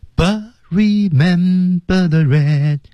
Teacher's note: 在实际唱的时候失去爆破， But T 失去爆破